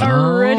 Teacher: I realized that that's a word that I have not changed how I pronounce since I was a kid. I was saying already, like dropping the L completely